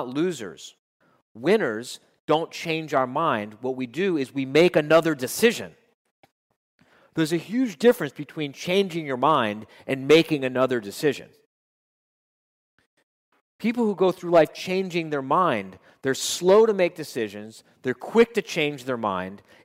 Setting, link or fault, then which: setting, live audience